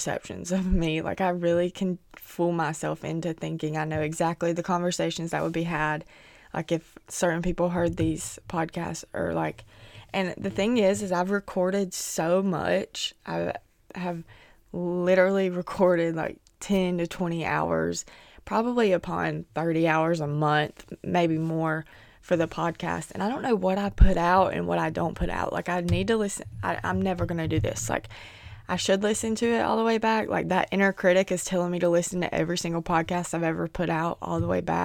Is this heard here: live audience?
no